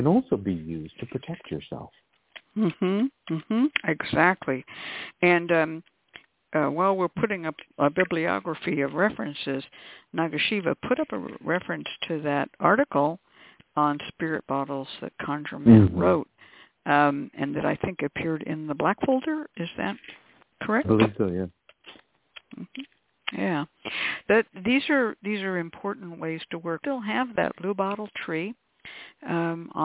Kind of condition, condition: link, phone line